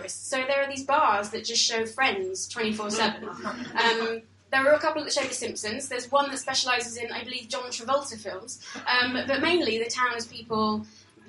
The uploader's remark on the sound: Bits of our live show mingle with returning guests and fresh blood